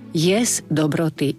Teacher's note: Jesť dobroty je zase spojenie neznelej spoluhlásky so znelou.